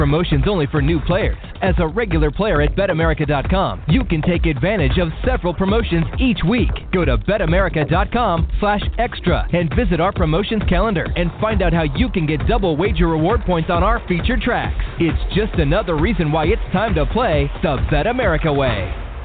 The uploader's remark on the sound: Live from Shenandoah Downs! Elkton, MD. Calling the action from the historic facility.